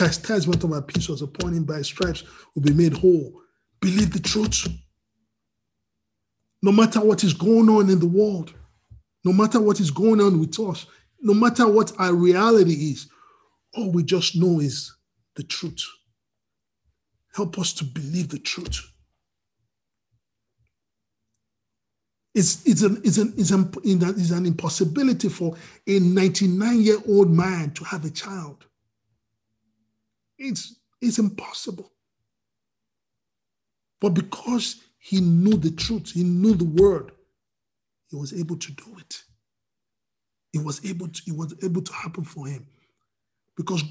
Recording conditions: video call